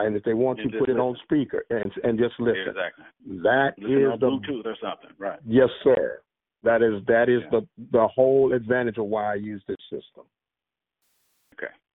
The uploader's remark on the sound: OBN-Radio's Conference Call